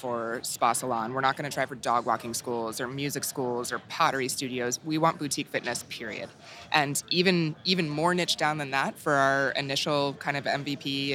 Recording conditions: busy venue